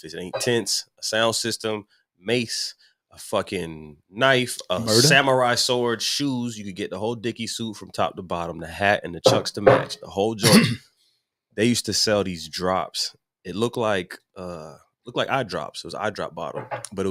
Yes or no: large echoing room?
no